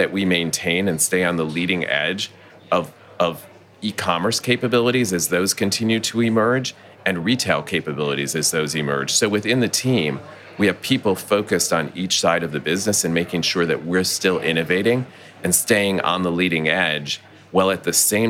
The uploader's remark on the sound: recorded at World Retail Congress 2019